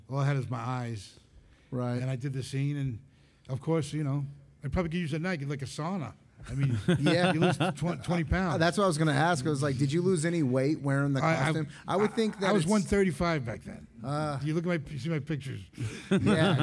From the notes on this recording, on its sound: We are LIVE at ICCC Nashville!